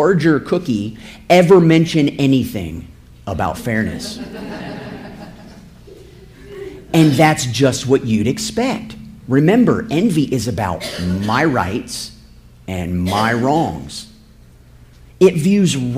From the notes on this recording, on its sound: This episode is a sermon I preached September 24, 2017.